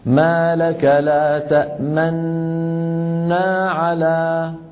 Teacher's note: منضم الشفتين ولا أثر لذلك في السمع، منضم الشفتين مقارنا لمن؟ للغنة الممطوطة